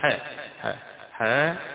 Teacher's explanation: وما تقولش حاء، ما تقولش بهمزة في آخرها